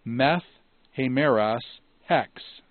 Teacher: Notice the meth, which dropped the alpha from meta, and then because of the rough breathing initial vowel that followed, it compensated by taking the tau up to a theta